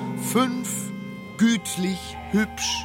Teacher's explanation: Das Ü lautet mit zusammengezogeneren und engeren Lefzen, dann das Gemeinlateinisch-U. · Term: Frankreichisch-Ü